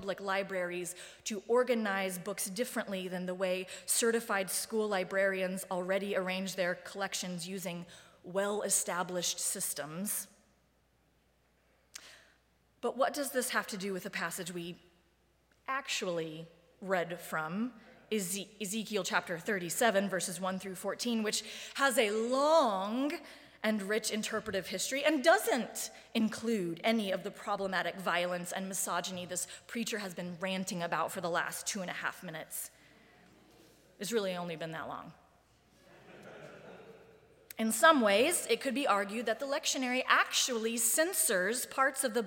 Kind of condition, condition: setting, large echoing room